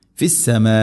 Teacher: ഇവിടെ മദ് മുത്തസിൽ ഫിസ്സമാ, മദ്ദിൻ്റെ അക്ഷരമായ അലിഫിന് ശേഷം ഹംസ, അതേ പദത്തിൽ. അതുകൊണ്ട് നാലോ അഞ്ചോ ഹർക്കത്തിൻ്റെ ഖദറിൽ നിർബന്ധമായിട്ടും നീട്ടണം. മദ് മുത്തസിൽ, മുത്തസിൽ വാജിബാണ്.